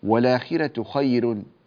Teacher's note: هذه الراء في الآخرة وخير مرققة عند ورش رحمه الله فلا تفخمها